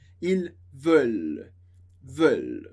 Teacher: Lembrando que a gente não pronuncia o ENT do final, mas a gente pronuncia o L.